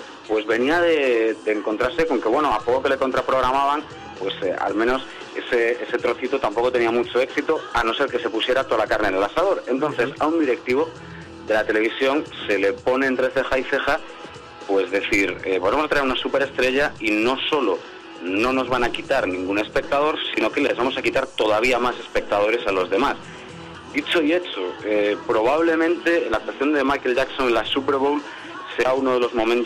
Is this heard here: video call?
no